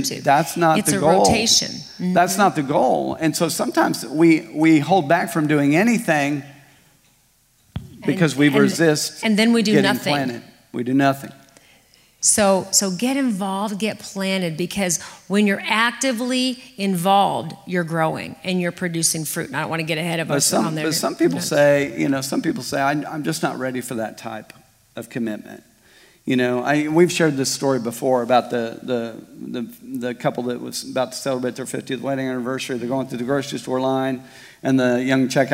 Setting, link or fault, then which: setting, large echoing room